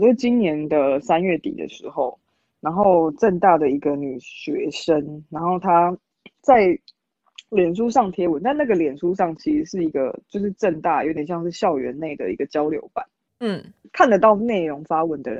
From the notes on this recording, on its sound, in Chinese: 第3次嘗試遠距錄音。本集節目在 LAZI錄音 最懂Podcaster的錄音室◆。